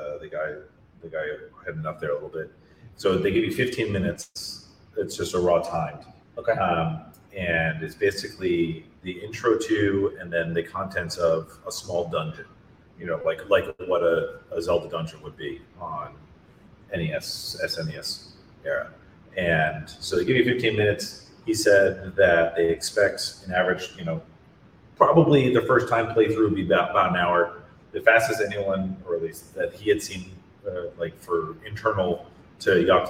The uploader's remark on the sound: The SideQuest LIVE! from PAX East 2023.